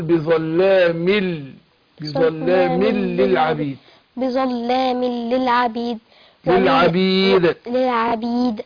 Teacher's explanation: نون التنوين دي بنضغمها في اللام بعدها · Term: إضغام بغير غنة